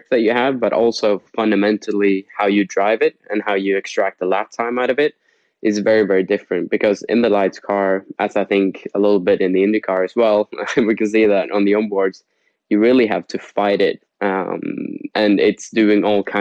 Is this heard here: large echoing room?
no